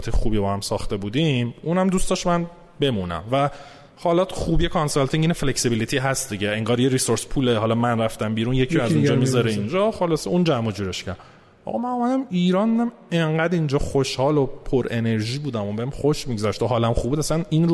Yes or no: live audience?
yes